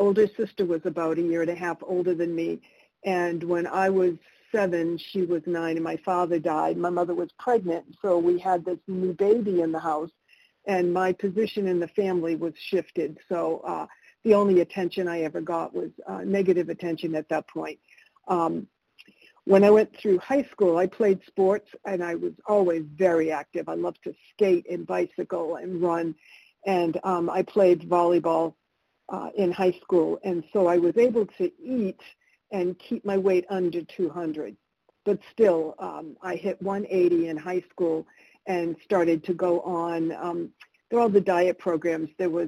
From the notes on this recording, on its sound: 100 Pounders Phone Meeting